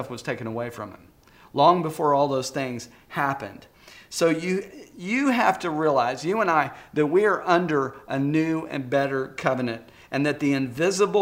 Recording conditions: large echoing room